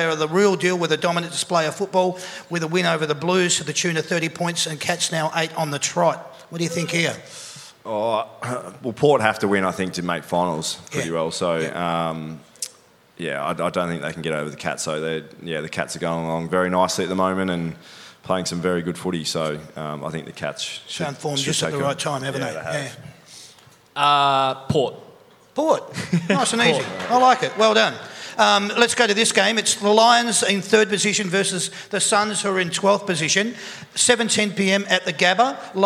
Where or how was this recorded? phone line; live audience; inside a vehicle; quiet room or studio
live audience